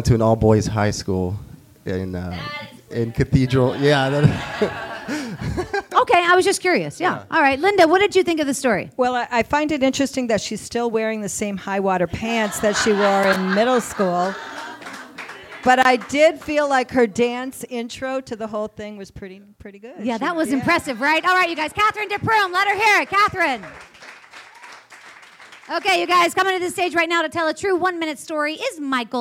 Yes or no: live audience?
yes